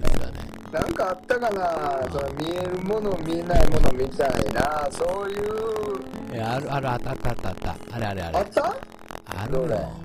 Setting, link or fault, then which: fault, background noise